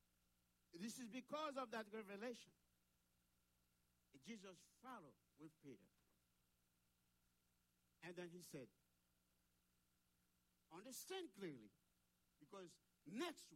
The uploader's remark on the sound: Sunday Service Live